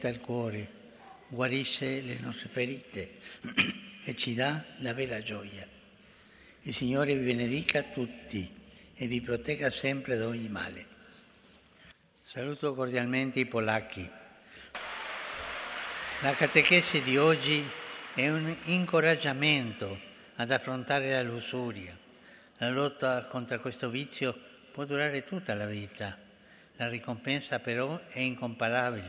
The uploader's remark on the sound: FROM THE PAULVI HALL, THE HOLY FATHER'S GENERAL AUDIENCE.